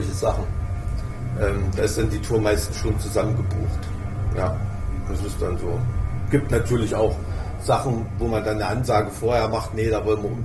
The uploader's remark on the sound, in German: Sie haben sich live auf einer Veranstaltung - dieses Mal dem Full Force Festival, getroffen